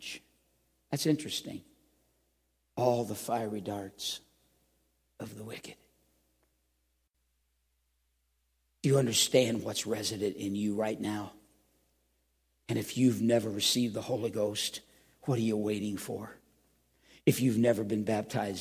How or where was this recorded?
large echoing room